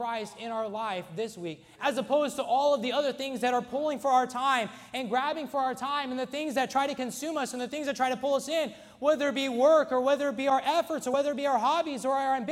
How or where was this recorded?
large echoing room